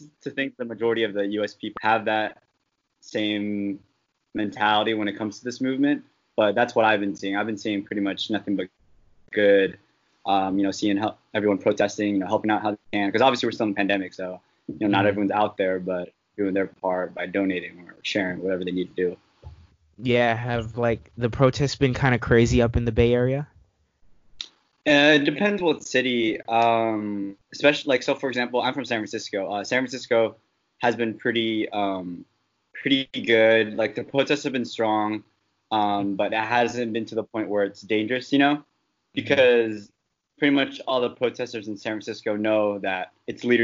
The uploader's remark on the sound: Audio was recorded via Skype.